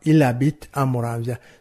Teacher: Le L va se lier directement avec la première voyelle du mot suivant et on va avoir « il habite à Moravia ». · Term: enchaînement